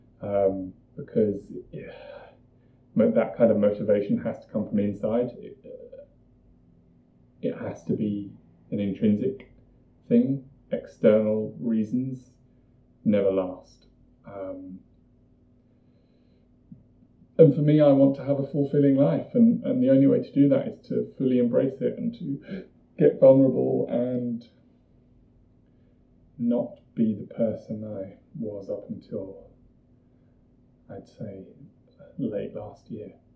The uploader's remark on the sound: I apologise for the audio, it was recorded before I knew how to manage proper audio.